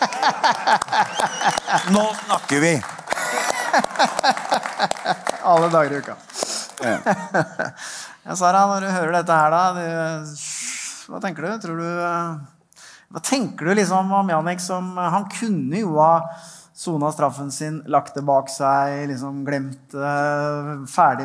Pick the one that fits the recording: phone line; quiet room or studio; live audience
live audience